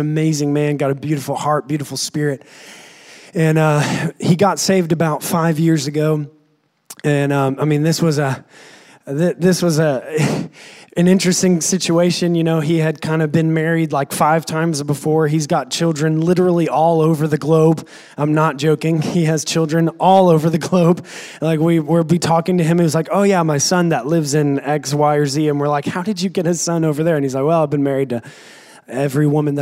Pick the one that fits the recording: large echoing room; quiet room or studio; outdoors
large echoing room